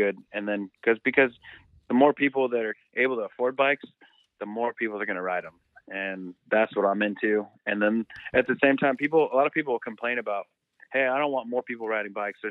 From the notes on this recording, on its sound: was kind enough to spend some time on the phone with me the other day